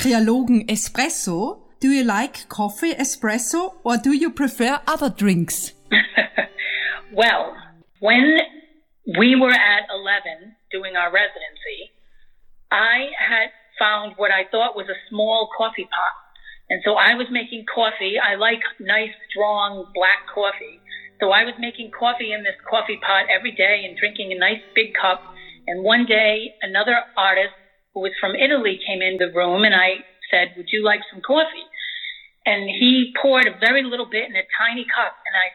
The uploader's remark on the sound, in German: She is in Germany this summer and we spontaneously recorded this interview. Am Telefon befragt.